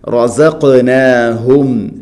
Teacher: ഹ തൊണ്ടയുടെ താഴെ ഭാഗം